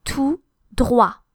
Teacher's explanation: spelled with a final T, which is not pronounced because it's final. Tout, T-O-U-T, and then droit, D-R-O-I-T.